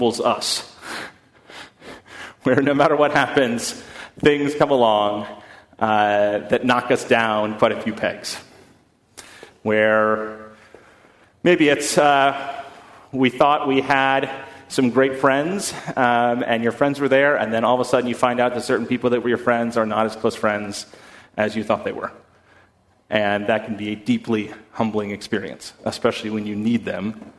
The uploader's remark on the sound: at First Congregational Church of Houston